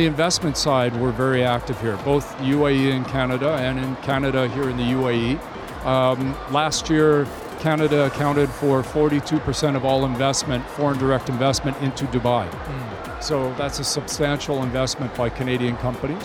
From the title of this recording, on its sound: Live at SIBF 2023